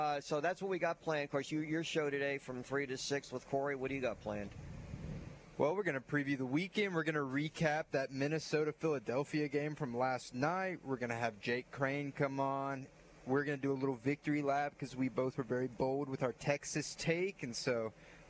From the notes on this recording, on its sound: LIVE from Spanish Fort High School on the morning of their match up against Saraland!